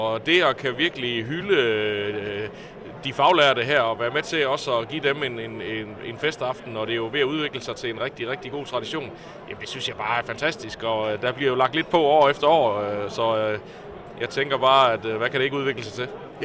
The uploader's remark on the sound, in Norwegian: LIVE FRA FAGENES FEST